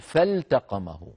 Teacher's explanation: لا، نقول فالتقمه، فالت اللام لواحد والتاء لواحد، لأن اللام من مخرج ال والتاء من مخرج ات، ونعم مخرجاهما متقاربين لكن لا إدغام